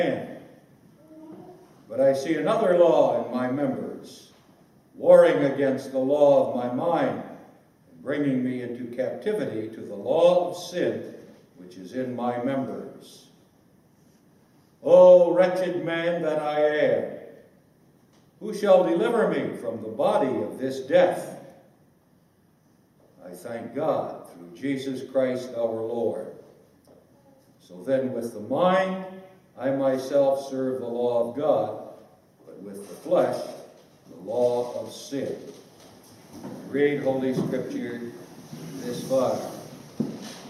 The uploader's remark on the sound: This speech was given at the 2014 British Reformed Fellowship Conference, hosted in Scotland.